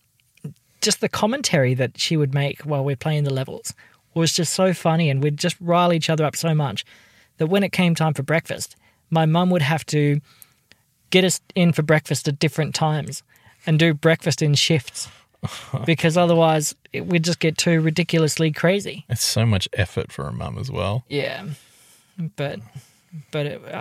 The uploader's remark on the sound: record this episode in a car